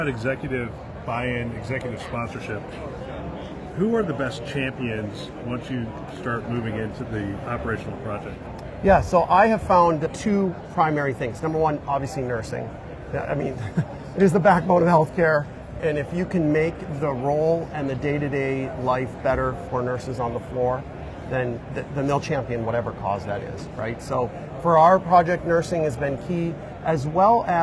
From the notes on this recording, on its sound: Interview in Action live from ViVe 2023